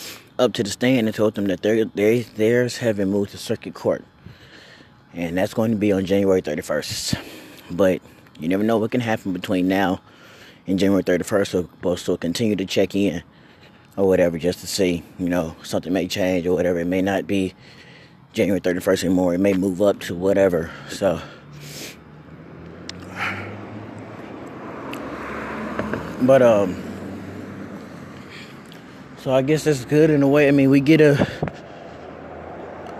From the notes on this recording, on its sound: Up walking and talkin